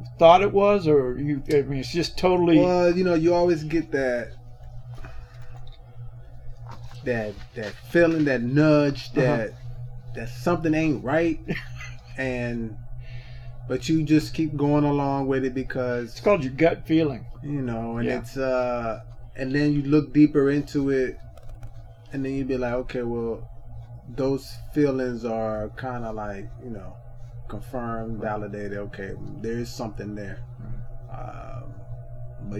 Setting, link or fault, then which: fault, poor sound quality